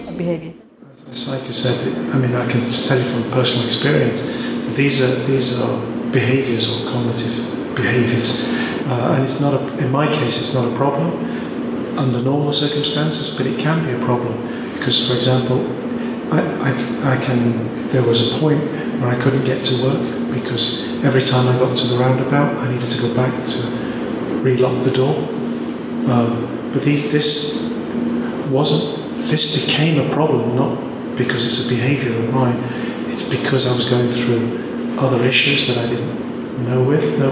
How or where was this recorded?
live audience